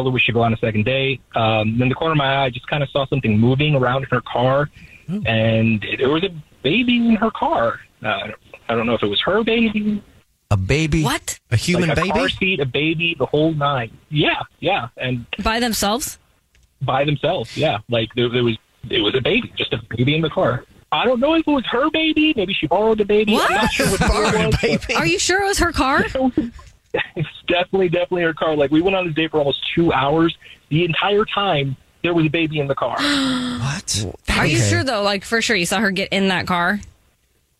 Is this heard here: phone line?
yes